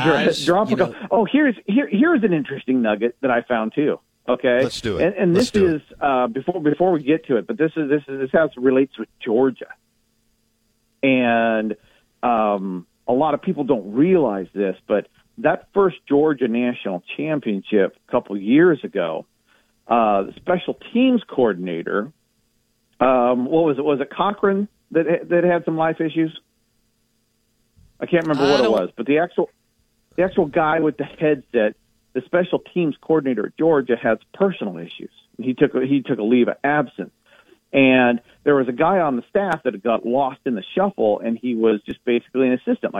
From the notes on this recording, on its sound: joins the show live on the Farm Bureau guest line